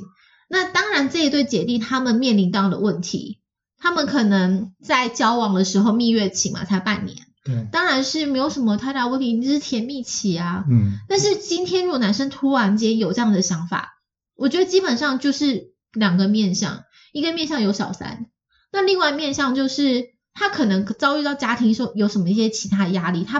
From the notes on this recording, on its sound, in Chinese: 本集錄音當下有點小問題，聲音品質受到影響，請見諒囉！